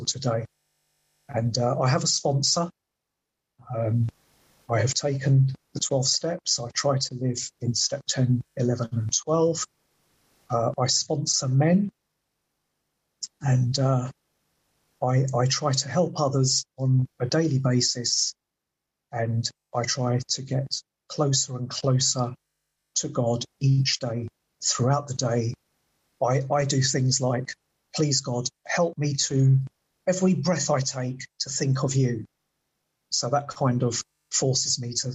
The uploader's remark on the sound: At the zoom Broken Elevator meeting held in early June 2023.